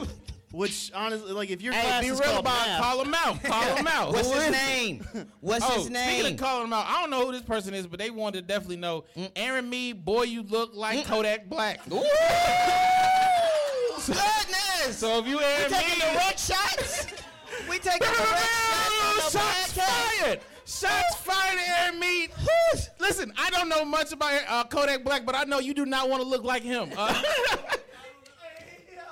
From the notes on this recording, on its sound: Forth & Ten LIVE NC Wesleyan. The guys are recording live from NC Wesleyan in Rocky Mount North Carolina, celebrating homecoming.